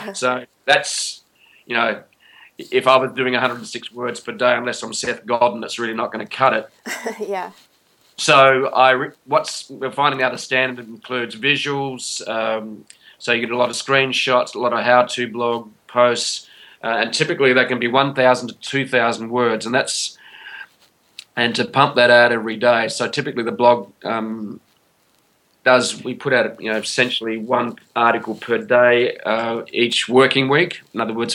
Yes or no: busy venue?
no